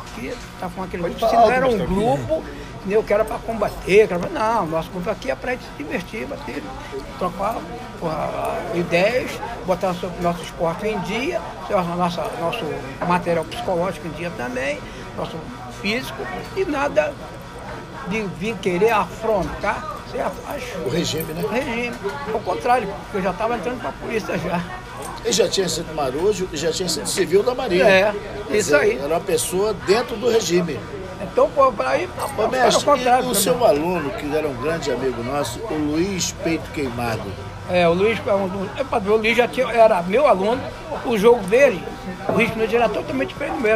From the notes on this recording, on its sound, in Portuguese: Gravação feita em um botequim no subúrbio do Rj.